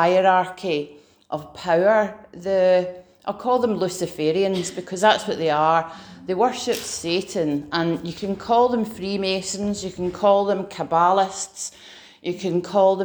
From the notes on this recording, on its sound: Preached at Remnant Army Rising